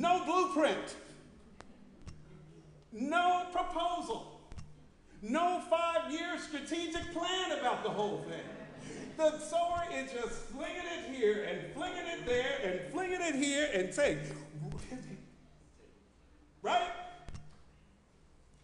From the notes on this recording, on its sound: Sermon preached at RCHP on July 16, 2023.